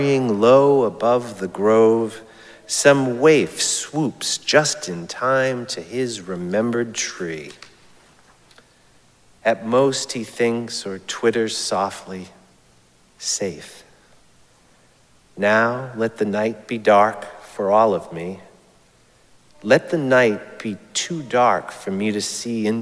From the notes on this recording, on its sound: Recorded live at Arlington Street Church, Sunday, June 18, 2023.